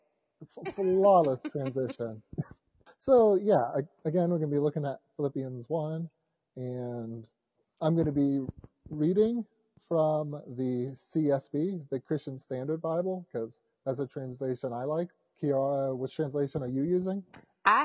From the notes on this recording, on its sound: What it doesn't contain, however, is flawless audio quality, but I've listened to much worse